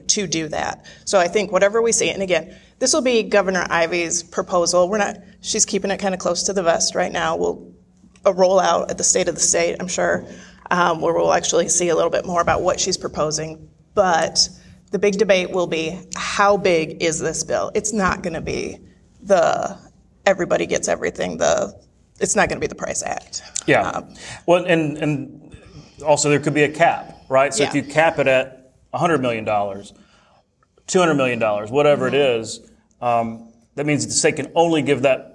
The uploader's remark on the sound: In short, it’s an insider crowd. There’s perhaps no better audience to do the first live in-person recording of the In the Weeds podcast.